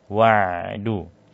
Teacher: ain juga mempunyai sifat bainiyah, ya, sehingga suaranya mengalir